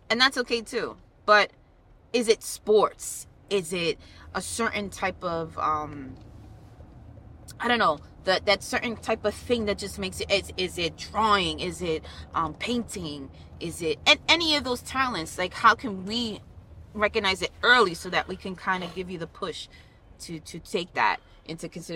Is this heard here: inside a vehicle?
yes